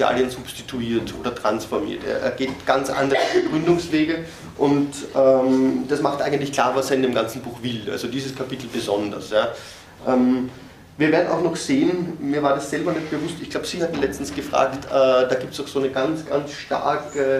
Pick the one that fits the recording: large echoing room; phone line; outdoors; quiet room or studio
large echoing room